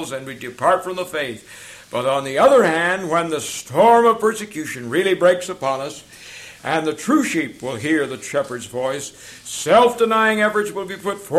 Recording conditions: large echoing room